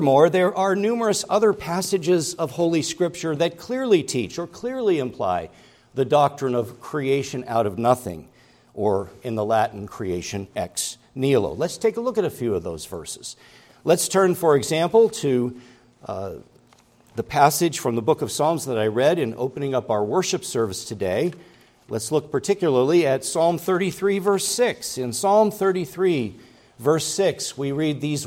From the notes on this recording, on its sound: preached at Grace Orthodox Presbyterian Church in Sewickley, PA, during the morning Worship Service on Sunday, September 17, 2023.